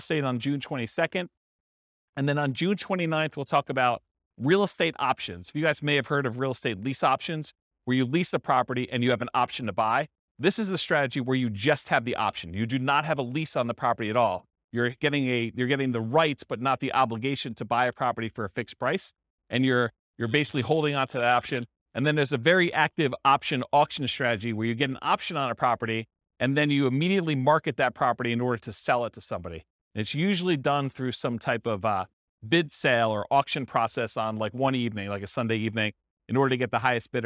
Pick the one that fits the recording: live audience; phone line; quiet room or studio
live audience